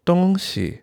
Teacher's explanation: the xi, doesn't have emphasis. 东西, so you just kind of read it lightly. 东西, a little bit like an afterthought.